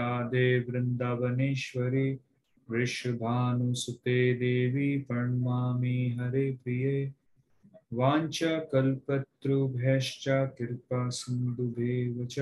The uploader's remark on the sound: Zoom recorded class.